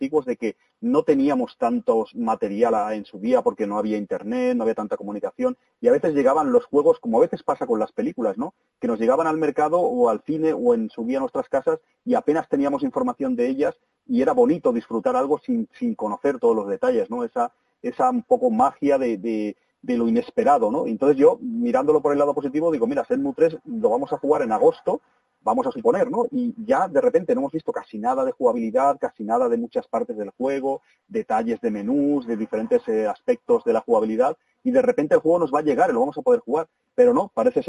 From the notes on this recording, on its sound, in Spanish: Disculpad la calidad del audio porque fue llamada telefónica. Quisimos grabarlo cuanto antes para que la reacción fuese más espontánea.